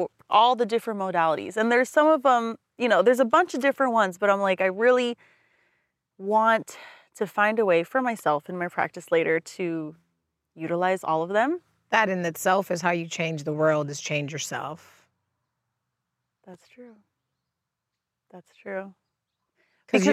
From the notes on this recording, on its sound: This episode is a video episode that switches to an audio episode due to technical difficulties that come with recording in the outdoors.